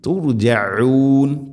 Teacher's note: സുമ്മ ഇലൈഹി തുർജഊൻ, തുർജഊൻ ഐന് തൊണ്ടയുടെ മധ്യഭാഗമാണ്. അവസാനത്തിലുള്ള ആ നീട്ടൽ തുർജഊൻ മദ് ആരിദുൽ സുക്കൂൻ.